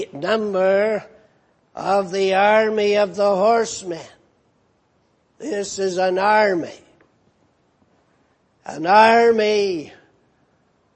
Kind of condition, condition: setting, large echoing room